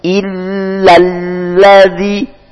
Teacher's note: Di sini huruf lam bertasdid maka dinabrah, ditekan. Illalladzi, ada lam lagi, tasdidnya dua.